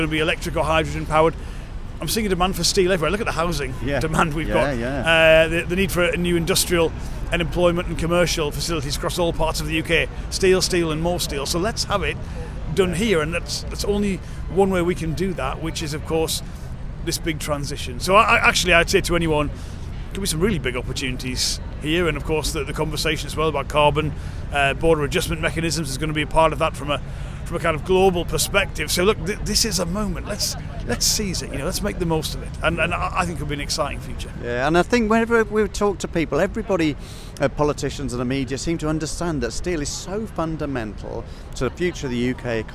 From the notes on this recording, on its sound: Live from the London march.